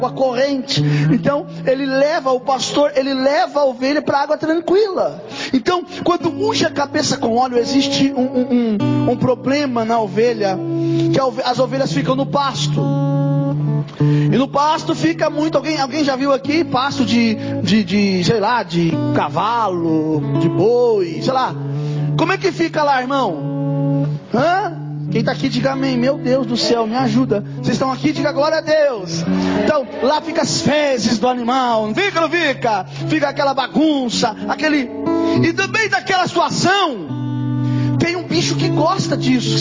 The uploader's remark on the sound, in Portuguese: Mensagem gravada em 28/01/2024 - Culto da Família